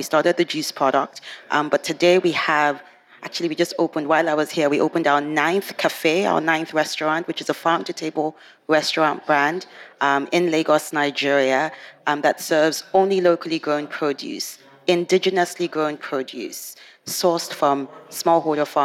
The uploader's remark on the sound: This Nordic Talks episode is the last of five special podcast episodes, recorded at COP28 in Dubai.